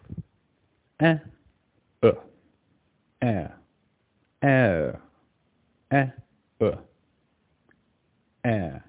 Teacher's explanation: To make the diphthong correctly, we need the sound e, as in elephant, followed by a schwa